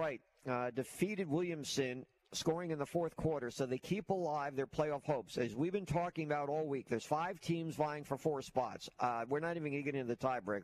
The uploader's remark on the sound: High School Gameday at Theodore. LIVE at Theodore High School!